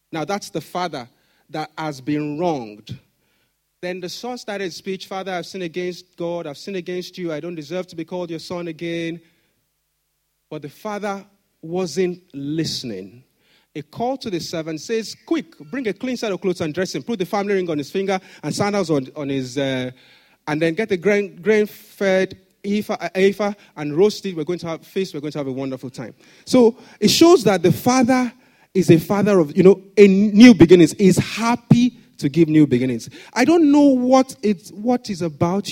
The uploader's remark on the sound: Sunday Service message preached